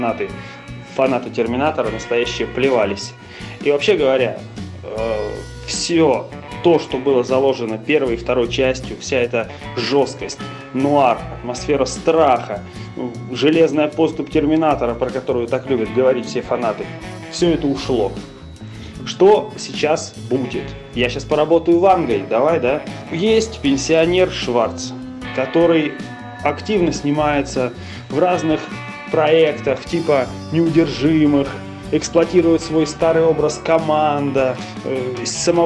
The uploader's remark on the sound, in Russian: После просмотра трейлера, мы всегда делимся своими эмоциями об увиденном, отправляя друг другу голосовые сообщения в Телеграм.